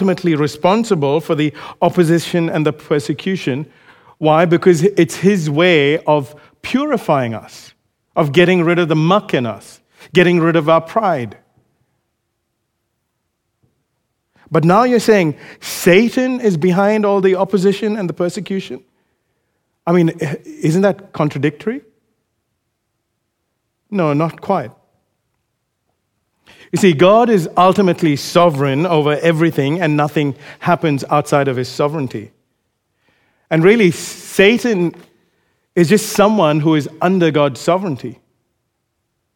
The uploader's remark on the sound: recorded live at Grace Community Bible Church